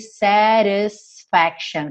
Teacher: onde a gente teria aqui satisfaction, com esse T reduzido para rararã · Term: pronúncia mais americana